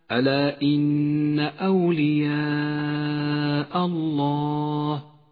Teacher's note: أما المد المتصل فقد جاء في كلمة أولياء يمد 5 حركات وجوبا